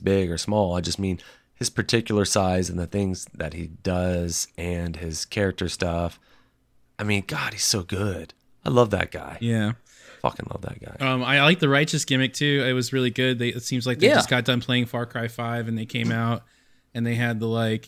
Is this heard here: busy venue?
no